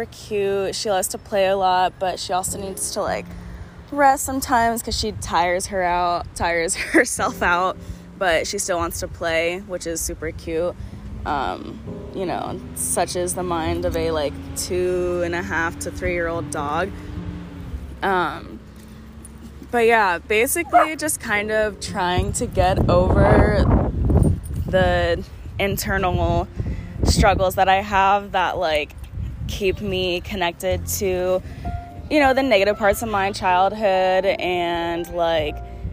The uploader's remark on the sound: sorry about the wind blowing